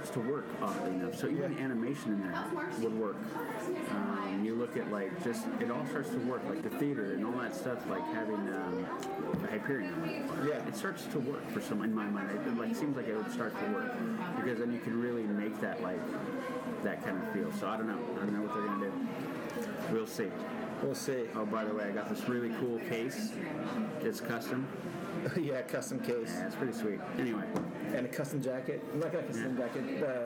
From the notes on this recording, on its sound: Live from Disneyland! In this episode, the LTP crew broadcasts live from Disneyland Park! This is a collection of various discussions that we have in different locations within the park. We first start off in Pizza Port, discussing the events of the morning...then we go to a spot in Frontierland and interview a special guest/listener. Broadcast from Fantasyland...finally, we record a little segment en route home.